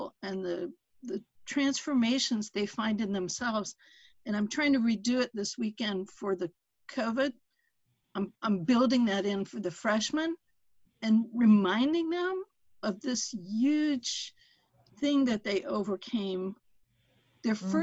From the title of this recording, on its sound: Zoom Talks Series